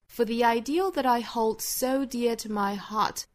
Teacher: for 还有 the 这两个虚词，我们说到功能词，在句子里面一般是要做弱读的，把重心放到后面这个 ideal 这个实词上头